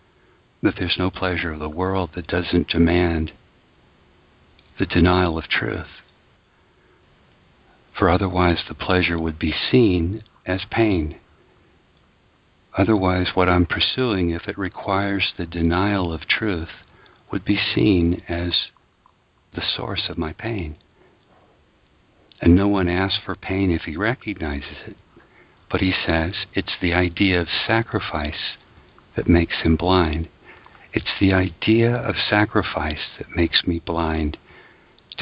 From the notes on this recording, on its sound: ACIM Daily TEXT Conference Call.